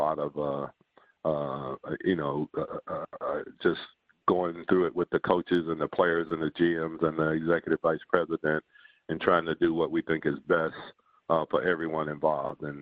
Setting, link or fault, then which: link, phone line